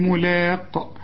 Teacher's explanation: إني ظننت أني خدناها ملاق، إذا وقفت على هذه الكلمة تقول ملاق، وتقلقل القاف